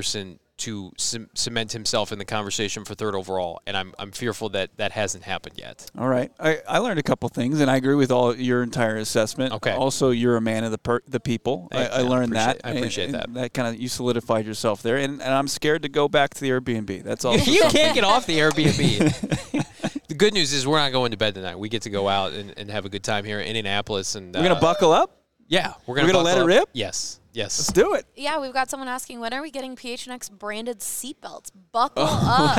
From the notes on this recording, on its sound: LIVE from the NFL Scouting Combine